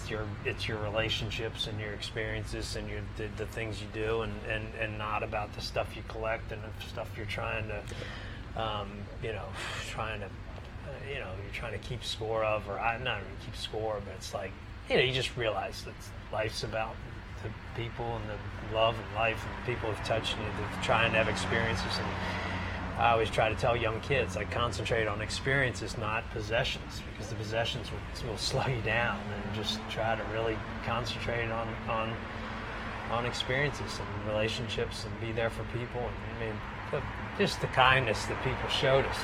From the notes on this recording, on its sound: Capital OTB brings you another episode of Loose on the Lead Live from Saratoga Race Course.